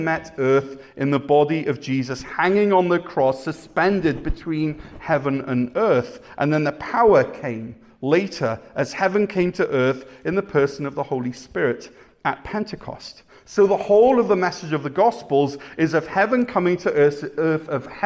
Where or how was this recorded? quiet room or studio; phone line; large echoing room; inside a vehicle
large echoing room